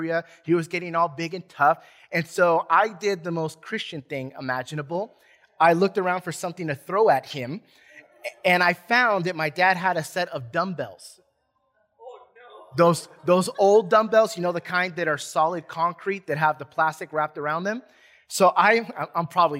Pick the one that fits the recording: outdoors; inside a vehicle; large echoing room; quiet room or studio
large echoing room